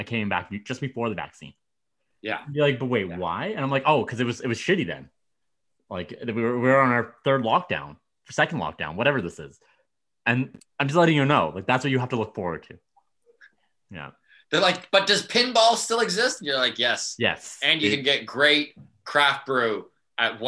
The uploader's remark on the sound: recorded via zoom